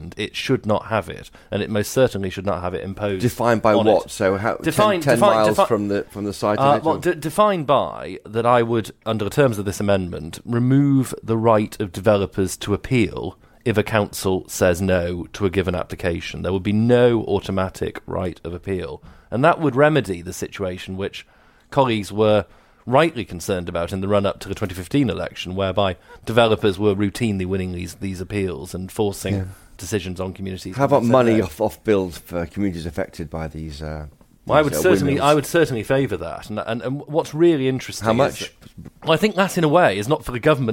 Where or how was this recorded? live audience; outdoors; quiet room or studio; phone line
quiet room or studio